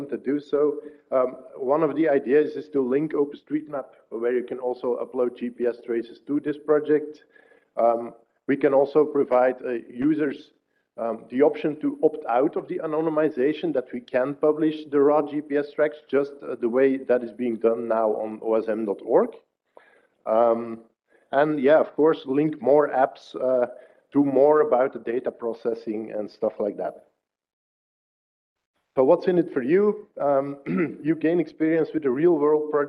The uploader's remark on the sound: Lighting talks registered during the State of the Map conference.